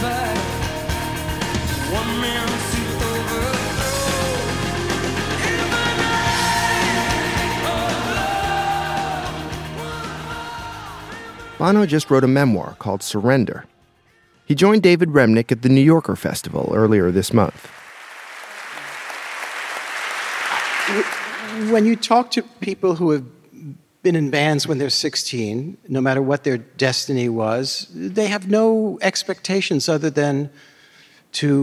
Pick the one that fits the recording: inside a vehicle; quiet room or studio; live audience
live audience